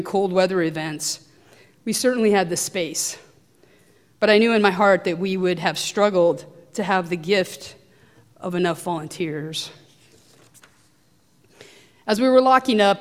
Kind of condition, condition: setting, large echoing room